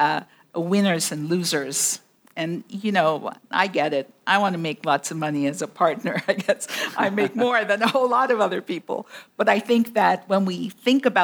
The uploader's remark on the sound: In our first live taping of Exceptional Women Out West, at the WPI North America meeting in Portland